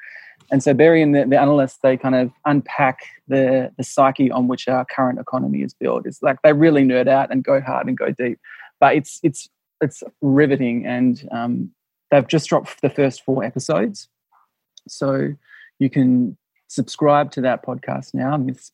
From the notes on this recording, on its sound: Welcome back to the Zoom Room for our Dumbo Feather Conversation